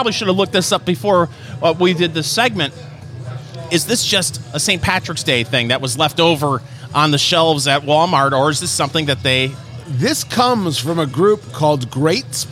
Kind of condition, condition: setting, busy venue